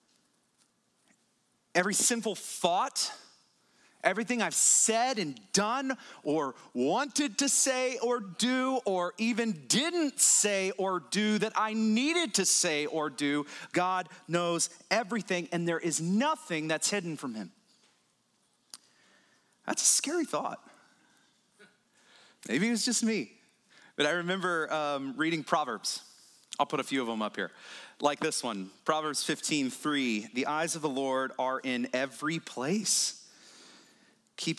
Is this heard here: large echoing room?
yes